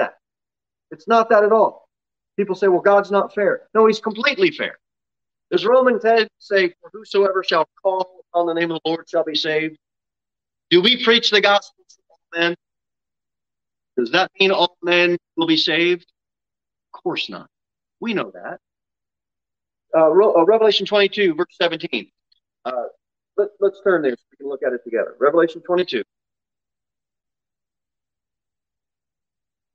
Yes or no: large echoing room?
yes